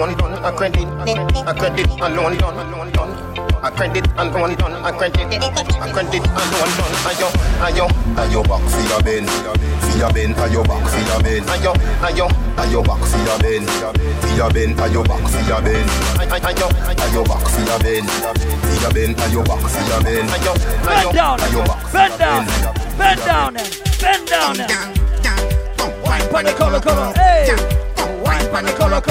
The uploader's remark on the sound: LIVE AT ISLAND SATURDAYS ON OCTOBER 8TH